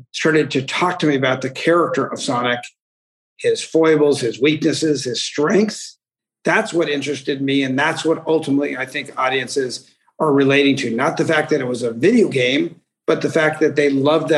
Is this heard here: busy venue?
no